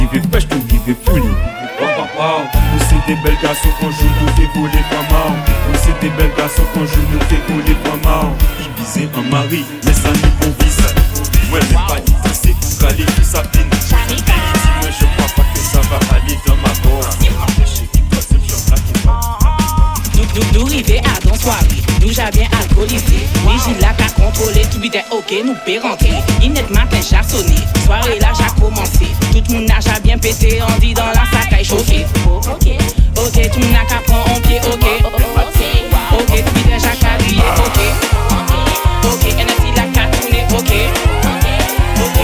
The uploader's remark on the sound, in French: TWENTY MIX LIVE. Un petit extrait de la Tropical Storm qui a lieu un jeudi sur deux au Twenty One Sound Bar à Paris.